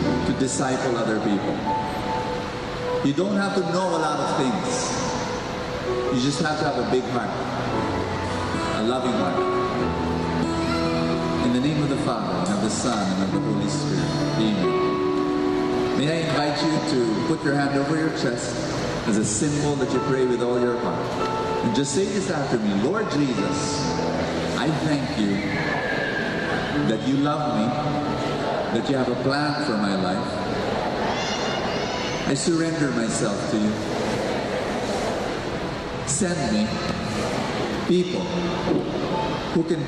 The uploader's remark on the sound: This talk was recorded from Rizal Grand Feast 2016